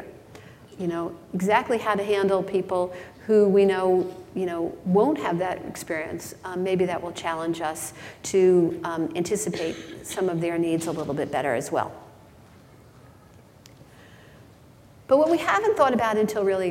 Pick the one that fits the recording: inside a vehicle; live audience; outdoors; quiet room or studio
live audience